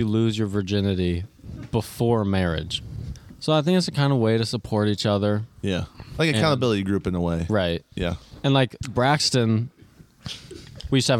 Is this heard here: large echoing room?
no